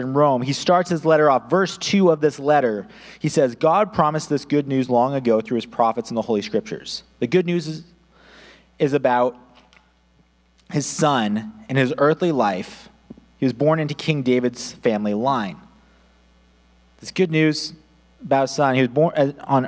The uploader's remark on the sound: audio only recording of our service